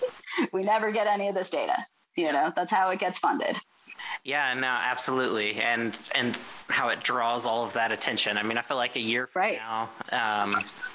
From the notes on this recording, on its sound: Due to some technical difficulties on the day of recording, this discussion was recorded on Zoom instead of our usual platform, resulting in some compromised audio quality.